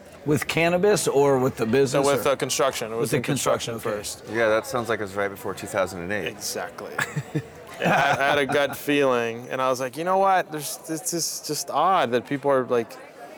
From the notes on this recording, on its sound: Live from New West Summit